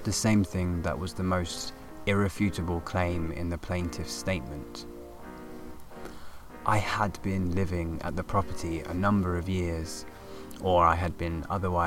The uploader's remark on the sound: This episode recorded in a field with real live studio nature sounds!